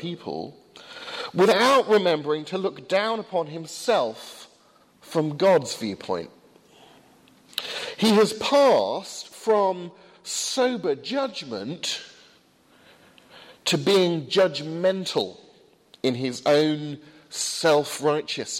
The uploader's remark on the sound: delivered at Highfield Church, Southampton.